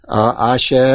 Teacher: the Talisha Ketana, I basically keep it at a level pace.